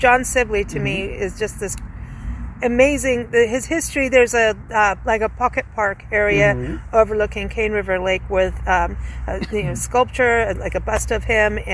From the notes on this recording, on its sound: Recorded onsite at the historic American Cemetery